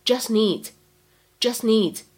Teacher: 开头位置的 just needs 当中呢，应该有一个不完全失去爆破的现象 · IPA: [dʒʌst] [ni:dz]